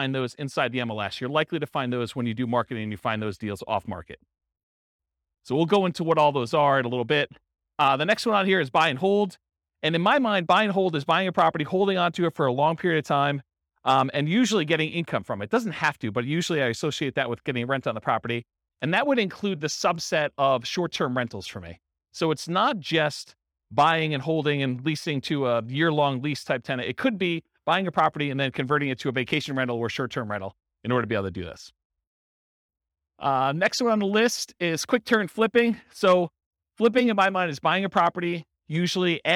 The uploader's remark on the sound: This was a live class recorded to give investors a solid qualitative overview of all the different real estate investing strategies. San Antonio, Texas.